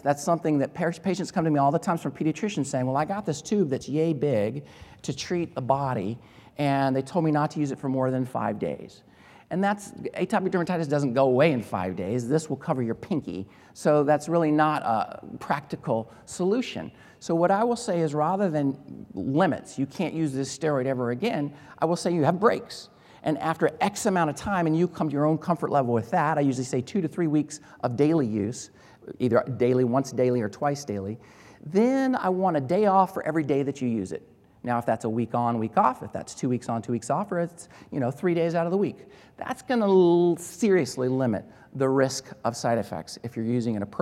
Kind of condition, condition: setting, large echoing room